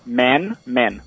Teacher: A primeira você subiu no final e a segunda você desceu. · Term: entonação